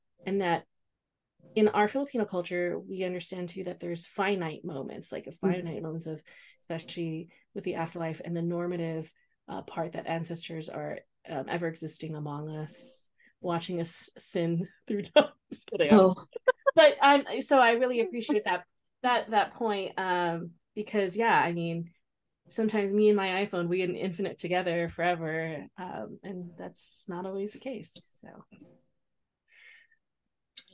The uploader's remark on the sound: Together they hop on zoom